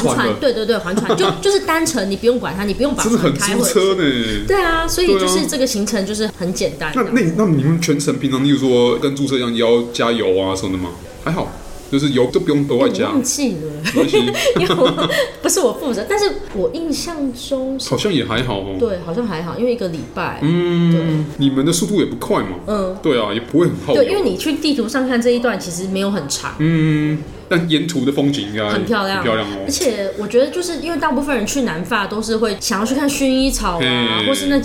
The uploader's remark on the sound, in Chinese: 本集白噪音指數：蚊風級 1/5。錄音地點： The Gathering Cafe 齊客咖啡。